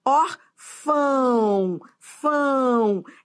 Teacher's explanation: Esse é um ditongo decrescente. Porque eu vou da vogal para semivogal. Esse U é tão fraco que tem som de U.